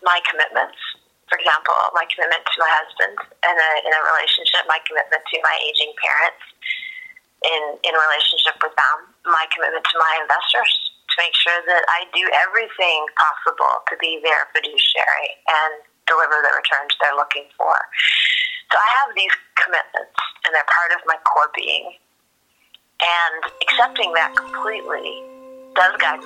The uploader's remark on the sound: Take a listen to my phone call